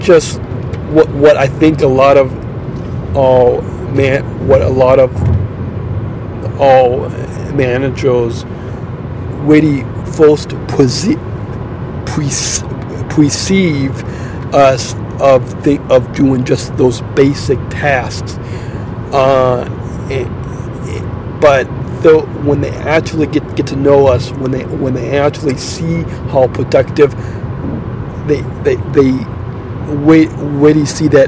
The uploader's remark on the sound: Are on a road trip home from Iowa, Recorded LIVE on a Western Iowa Interstate.